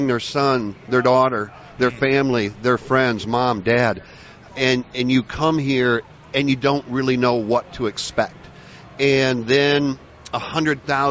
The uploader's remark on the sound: joined live at the Daytona International Speedway